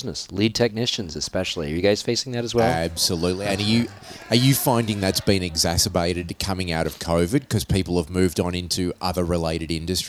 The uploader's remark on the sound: We recorded at the ISC West show in Las Vegas. ISC West is the largest security show and conference in the US, which takes place in Las Vegas.